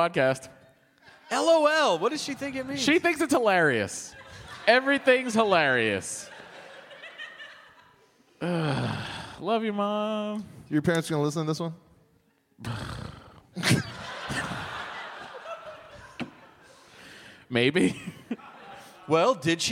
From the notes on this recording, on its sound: Live from Austin, TX. Do a sing-a-long with the audience and take some quemments!